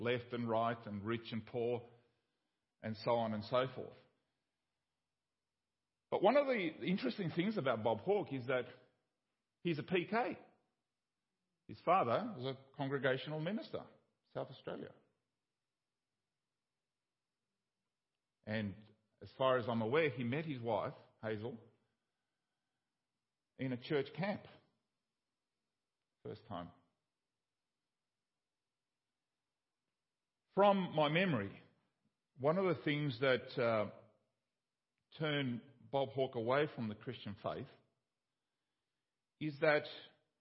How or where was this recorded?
large echoing room